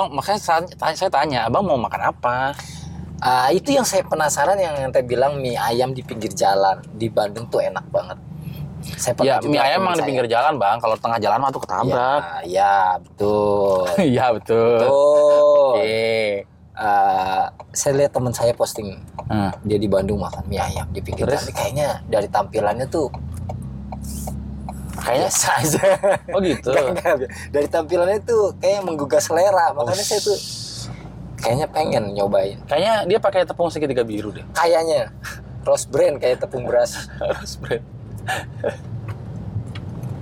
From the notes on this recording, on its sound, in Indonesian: Ini kita rekam di dalam mobil ya pak, jadi suaranya agak kurang